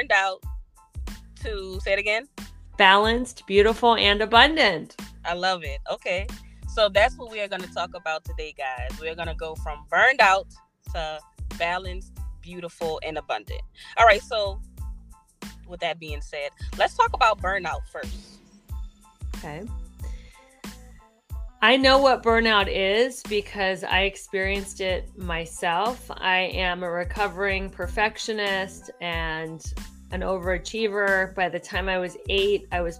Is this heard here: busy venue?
no